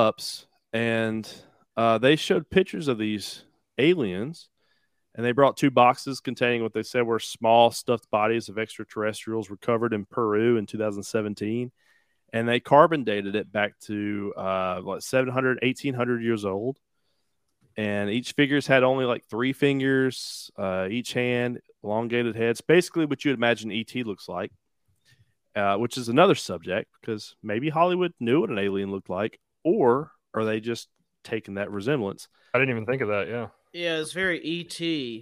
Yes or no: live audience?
no